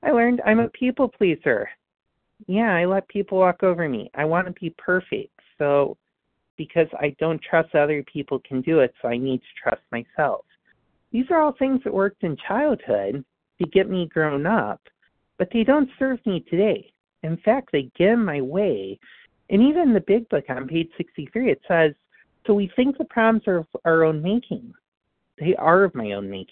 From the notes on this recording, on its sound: from the 100 Pounders Phone Meeting